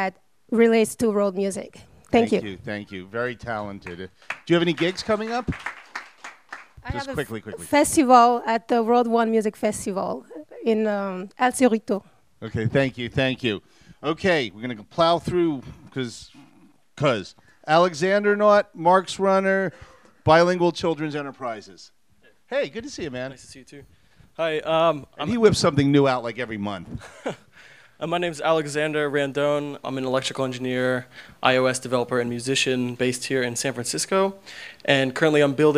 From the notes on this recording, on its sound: Elevator Pitch at SF MusicTech Summit XIII. All attendees were welcome to get up to the microphone and give a 1 minute pitch.